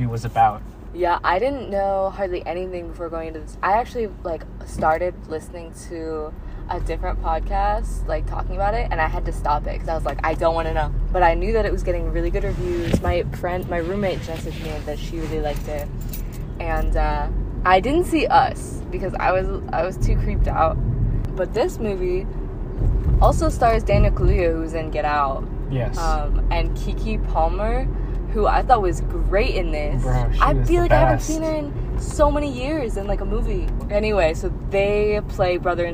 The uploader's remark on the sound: Please bare with the audio for the first ten minutes, we were in a car for the first 15 min!